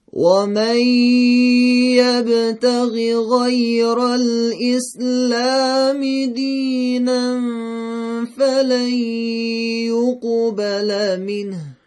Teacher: غیره غین صفت استعلا داره، درشته، پس نباید بگیم غیره، میگیم غیره، درشت تلفظ میکنیم.